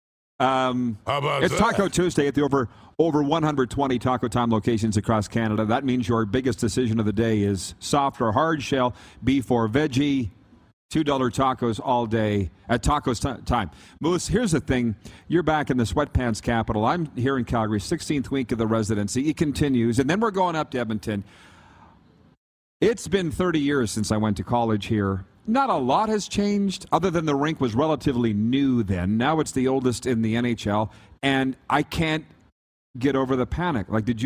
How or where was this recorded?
busy venue